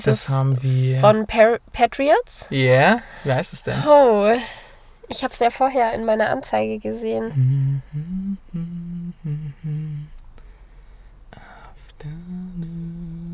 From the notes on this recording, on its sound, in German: Das Setting bei der Aufnahme der Folge dürfte ungewöhnlich sein: so klären wir, warum wir während der Aufnahme in einem Citroen C1 sitzen